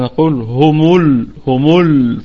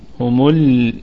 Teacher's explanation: طيب قلنا نقف عليها بالسكون وجه واحد، ونراعي صفة البينية حال الوقف، وغنة الميم وقفا ستكون في الدرجة الرابعة، وصلا في الدرجة الخامسة أقل درجات الغنة. نراعي كمان التخلص من الضمة سريعا حتى نذهب إلى اللام الساكنة ونستفل باللسان · Shown in: second take · فلا نقول همول يظل اللسان مرتفع قليلا فيصير في تفخيم في اللام، لا، تستفل سريعا على اللام فتقول همول هكذا.